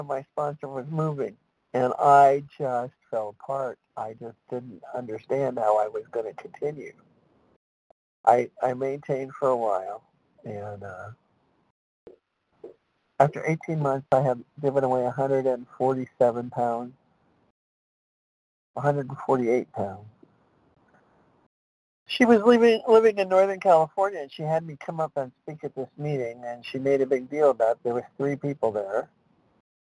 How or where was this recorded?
phone line